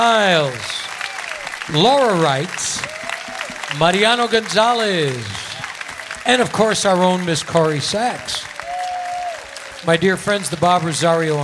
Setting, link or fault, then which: setting, busy venue